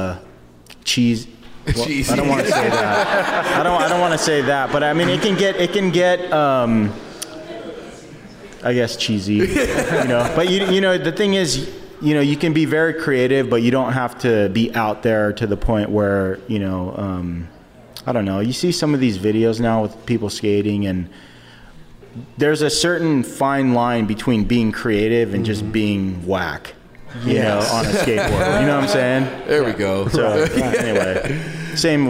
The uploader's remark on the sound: Adidas "Das Days" Los Angeles. We were live on location at Adidas Skateboarding Das Days! Thanks to everyone who came out to watch the live show!!